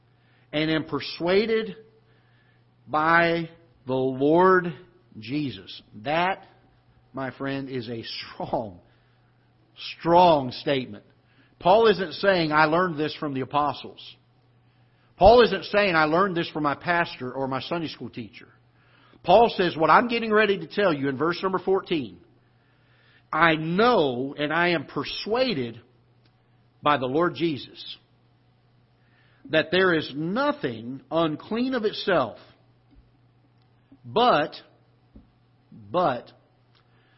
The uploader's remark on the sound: Ketha Heights Baptist Church ~ Live Broadcast